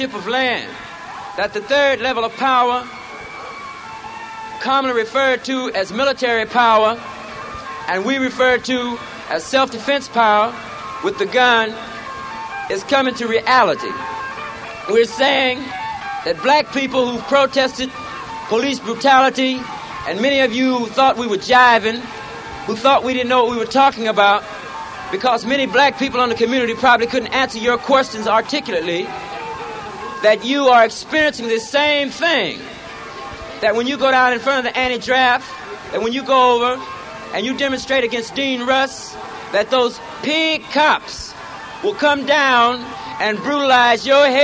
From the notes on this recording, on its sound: Black Panther Party Rally 1968